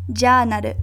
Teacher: the first A sound in the word ja naru, journal, is pronounced twice as long as the second A sound · Term: elongated vowel sound